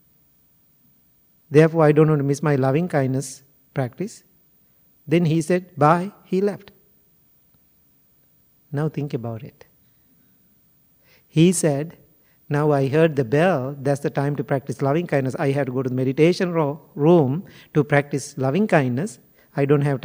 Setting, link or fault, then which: setting, large echoing room